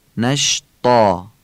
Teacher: نکته بعدی، تلفظ طا هستش، طا رو ما باید درشت و پر از توی گلو بگیم